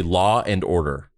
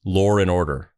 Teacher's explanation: In the United States, we say law and order, but in the UK or Australia, they say law and order. They add an R between W and A. · Shown in: second take · And it just, it makes it smoother to say. · Term: intrusive R